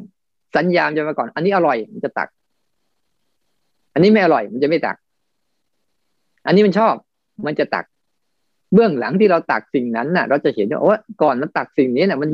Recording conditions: video call